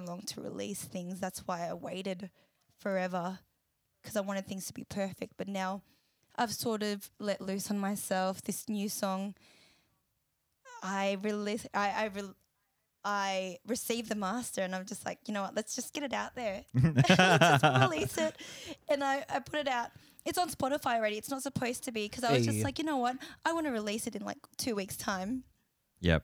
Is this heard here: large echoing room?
no